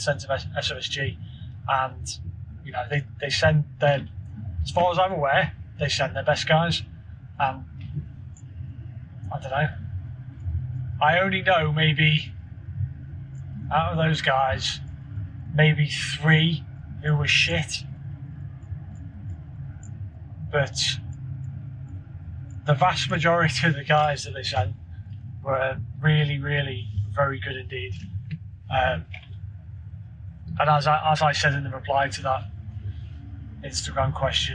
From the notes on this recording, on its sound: Bit of an off the cuff filler episode whist I was driving back home from the office.